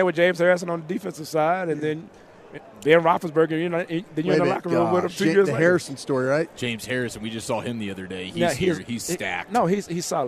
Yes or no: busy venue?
yes